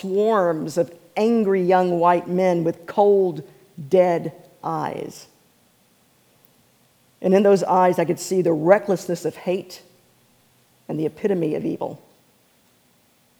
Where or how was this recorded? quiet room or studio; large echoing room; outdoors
large echoing room